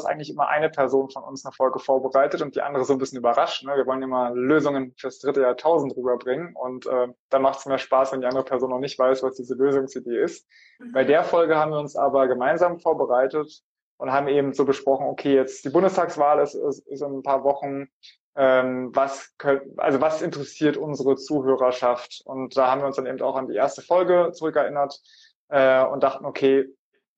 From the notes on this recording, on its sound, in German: Weil wir ein Insta Live mit dem Kanal ZusammenZukunft aufgenommen haben.